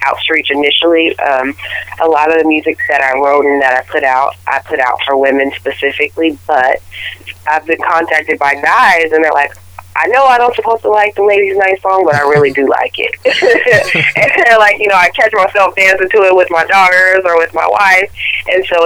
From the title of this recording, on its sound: Phone Interview